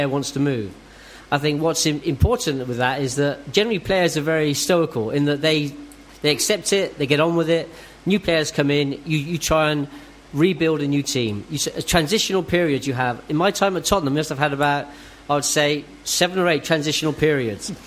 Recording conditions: live audience